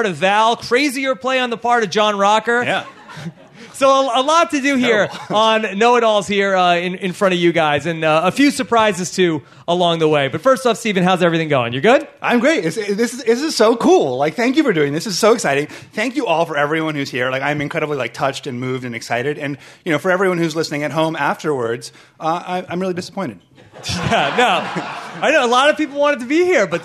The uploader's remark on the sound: LIVE from the Gotham Comedy Club in Manhattan